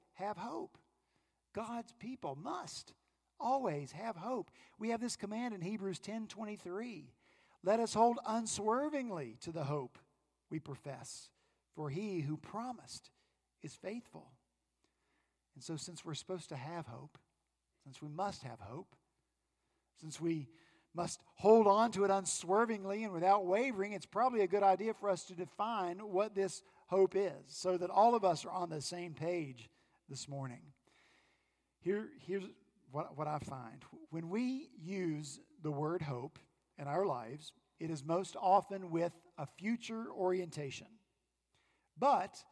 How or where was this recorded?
large echoing room